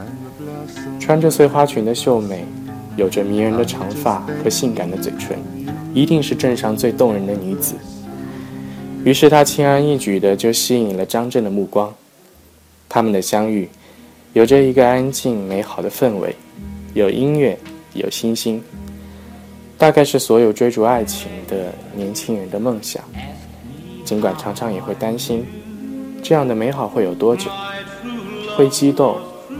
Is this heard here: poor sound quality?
no